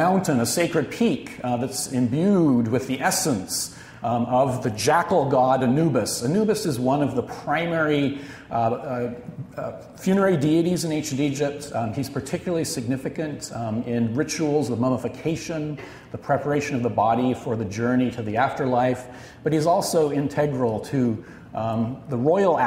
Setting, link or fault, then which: setting, live audience